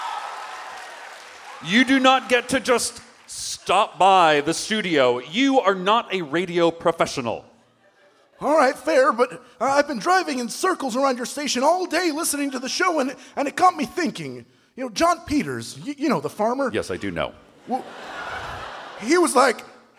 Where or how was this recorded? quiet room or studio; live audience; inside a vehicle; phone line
live audience